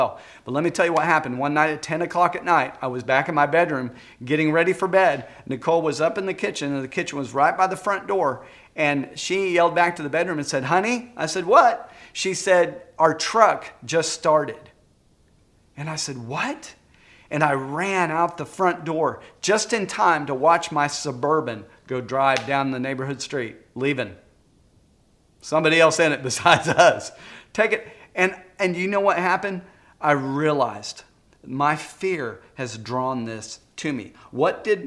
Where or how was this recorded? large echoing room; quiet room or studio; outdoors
large echoing room